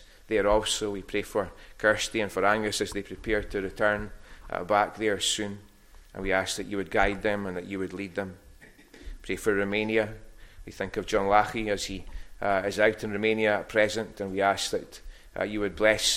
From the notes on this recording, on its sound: recorded at North Harris Free Church on the morning of Sunday, 20th August 2023.